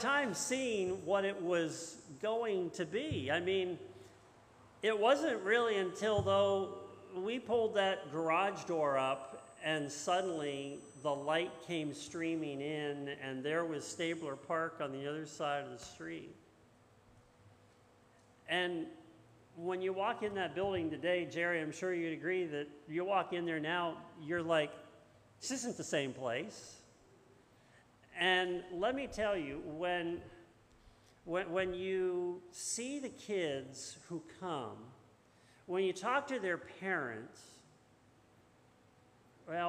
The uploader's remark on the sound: This message was first preached on 9/4/2022 at Linglestown Life’s Rockville Campus in Harrisburg, PA